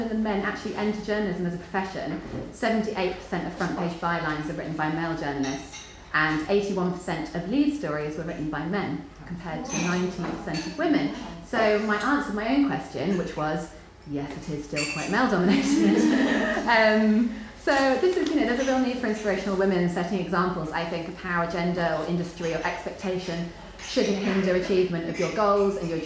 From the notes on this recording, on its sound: Recorded live at the 9% Event in Brighton.